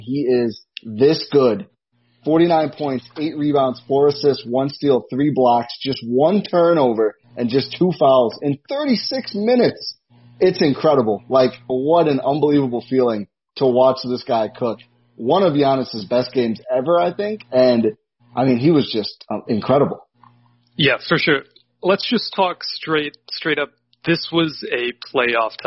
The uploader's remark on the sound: With some technical issues -- sorry about the audio sounding flatter than usual.